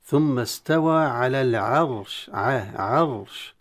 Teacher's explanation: التفخيم في الراء فقط دون العين، فننتبه إلى ذلك.